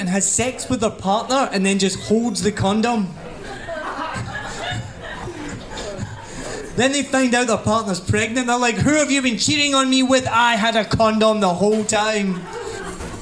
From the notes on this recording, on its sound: Live at One Night In Saigon. It was an amazing night of comedy.